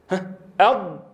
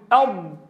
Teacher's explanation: اللسان اصطدم بكل ما يحاذيه من الأسنان في الحنك الأعلى · Shown in: first take · Term: حرف الضاد